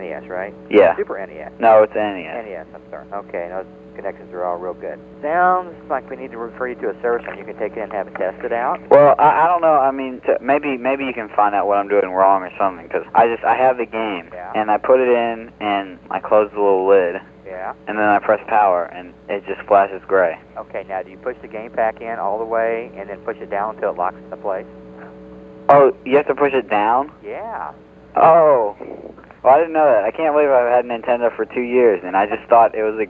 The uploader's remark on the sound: RBCP's Personal Prank Phone Calls Collection: NMK 27 - Nintendo.